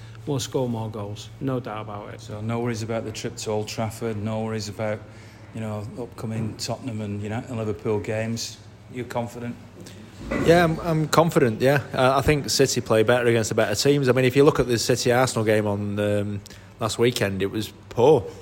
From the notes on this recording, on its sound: live at the Bury MCFC official supporters